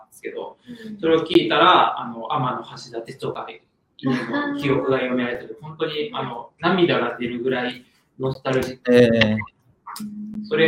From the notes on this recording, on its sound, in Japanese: 今回はライブ配信を録音した環境が悪くかなりお聴きぐるしい所が多くなっております